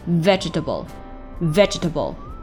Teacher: ve 这里咱们需要给它读重一点，后面的 jetable 咱们要放轻